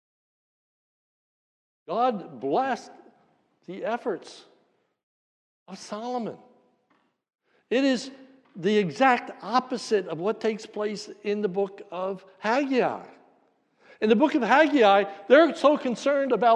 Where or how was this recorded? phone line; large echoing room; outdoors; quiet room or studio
large echoing room